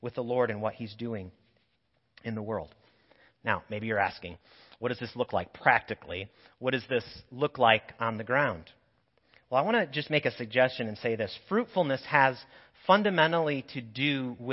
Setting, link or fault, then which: setting, large echoing room